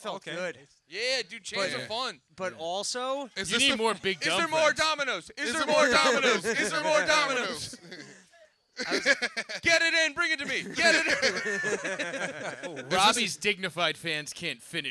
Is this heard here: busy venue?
yes